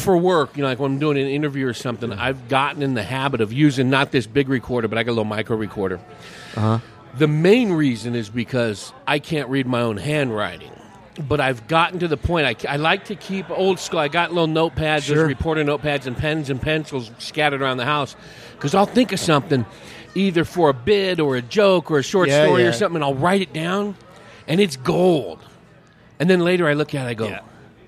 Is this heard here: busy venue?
yes